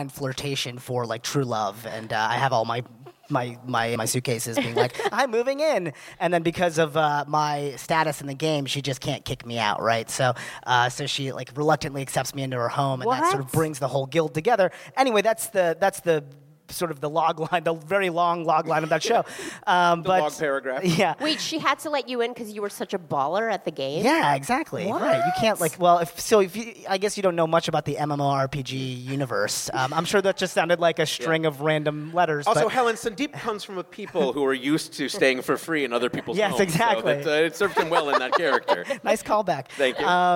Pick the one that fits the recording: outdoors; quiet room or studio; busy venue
busy venue